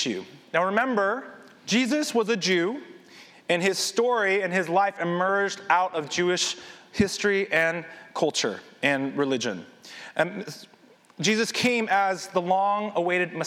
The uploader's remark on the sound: This sermon was recorded at Highway Palo Alto